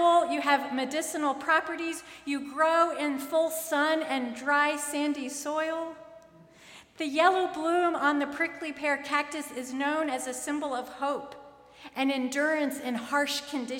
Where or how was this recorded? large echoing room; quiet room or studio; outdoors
large echoing room